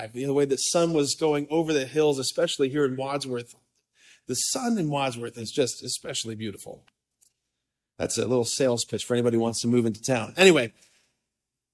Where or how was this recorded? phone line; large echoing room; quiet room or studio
large echoing room